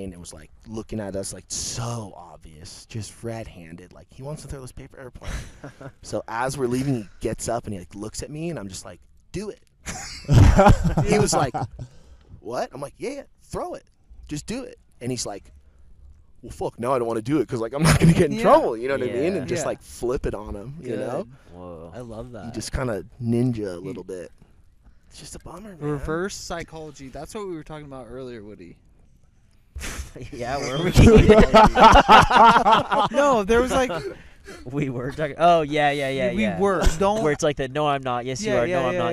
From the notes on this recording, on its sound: Recorded this one at Joshua Tree.